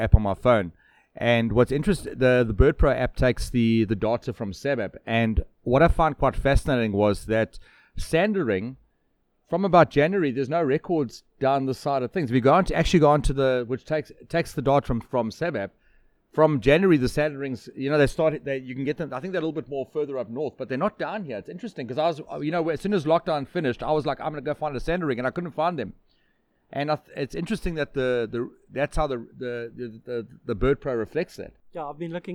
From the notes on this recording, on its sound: In this month’s episode recorded at The Lazy Moose in Clansthal on the KwaZulu Natal South Coast.